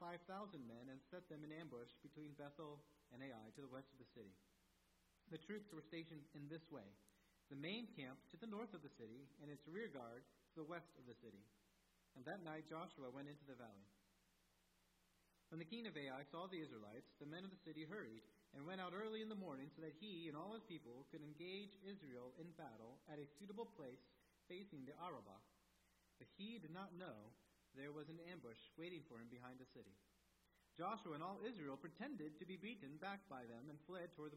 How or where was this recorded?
large echoing room